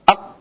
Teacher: pangkal lidah dia merapat ke langit-langit lunak, maka huruf qaf dia suaranya juga tertahan, tidak bisa mengalir. Aq, tidak bisa kita alirkan.